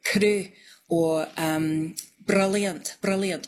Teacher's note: It's just a little tap. It's not a long roll. · tip of the tongue on the gum ridge bouncing off. So it's like a rolled R, but it's like one instead of many, many all in a row, if you know what I mean. · Term: tapped R